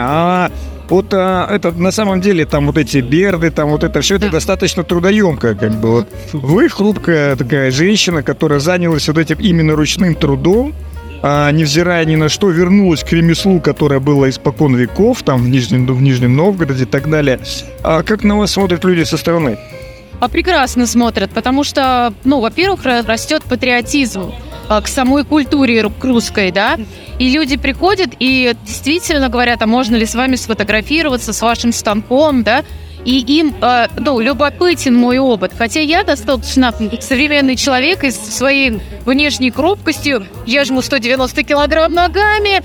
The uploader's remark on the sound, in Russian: Записано с 1 по 3 декабря на месте событий - Москва, Краснопресненская наб., 14, ЦВК «Экспоцентр».